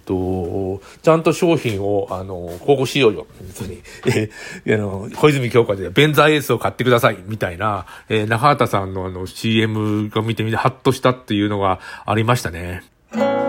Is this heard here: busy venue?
no